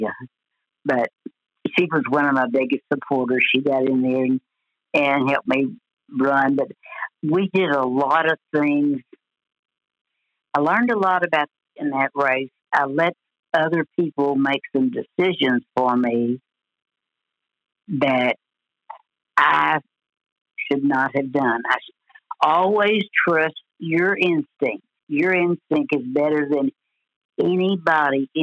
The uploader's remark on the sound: joins us on the phone from her home in Paragould